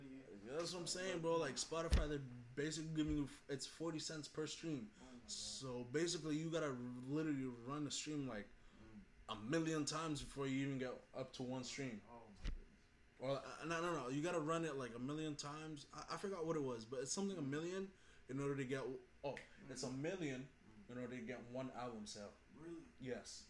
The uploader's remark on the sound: Our audio was kind of messed for this ep.